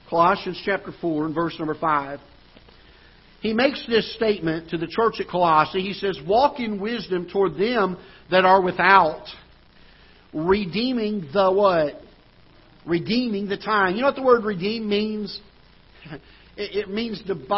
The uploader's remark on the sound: Ketha Heights Baptist Church ~ Live Broadcast